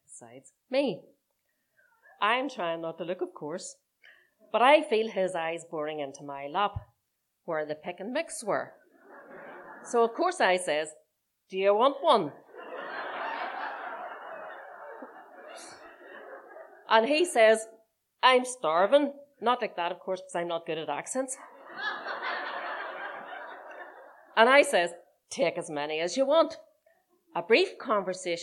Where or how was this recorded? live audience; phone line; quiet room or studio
live audience